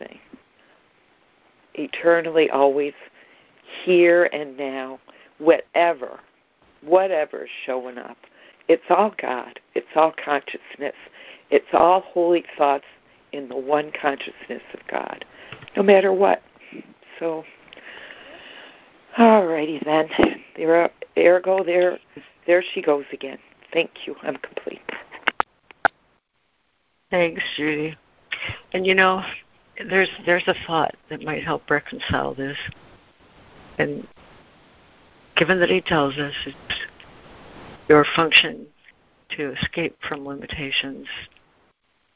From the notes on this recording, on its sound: ACIM Daily Conference Call